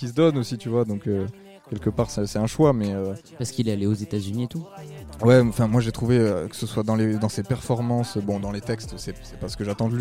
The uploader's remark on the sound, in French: Enregistré pendant le Festival International de Journalisme